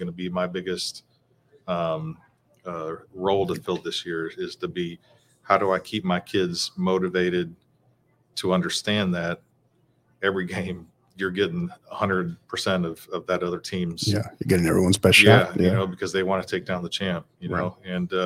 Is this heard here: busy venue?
yes